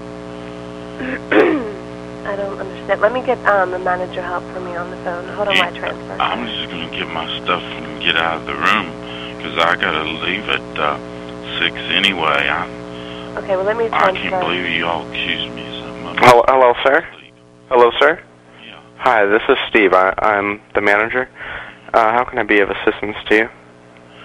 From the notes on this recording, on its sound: Prank Phone Calls Collection